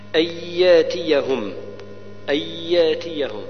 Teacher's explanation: إدغام ناقص بغنة قدر حركتين